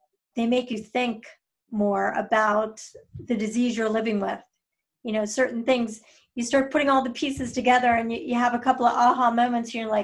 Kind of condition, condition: link, video call